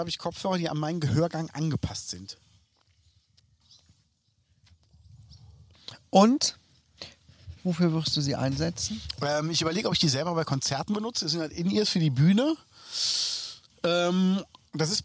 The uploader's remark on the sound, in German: Outdoor Spezial